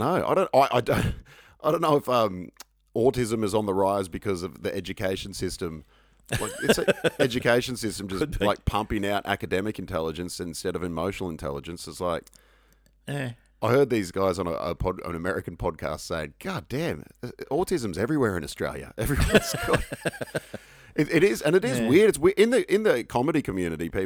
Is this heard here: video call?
no